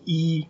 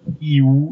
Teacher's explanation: So E is a front vowel because the tongue is towards the front, and U is a back vowel because the tongue is towards the back.